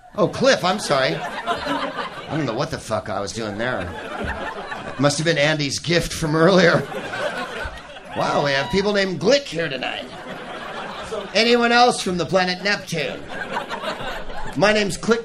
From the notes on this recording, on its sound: Live from the Punchline Comedy Club in his beloved San Francisco